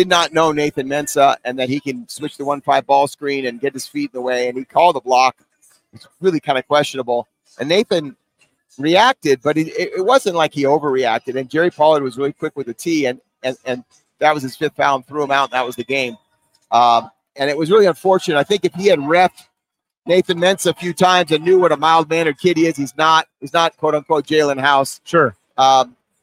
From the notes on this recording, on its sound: LIVE at ExtraMile Arena with interviews, the latest news and notes and a live look at pregame warmups ahead of a monster Mountain West Showdown in Boise.